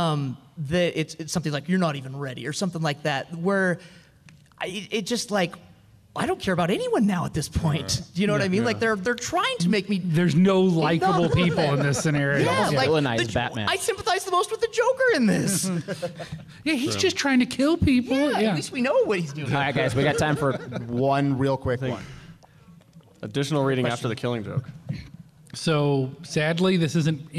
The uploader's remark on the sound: From Salt Lake Comic Con 2016, a panel discussion